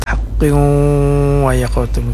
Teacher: Namanya idgham bi gunnah. Idgham artinya masuk bi gunnah dengan dengung ya. Maksudnya dipanjangkan 4 harakat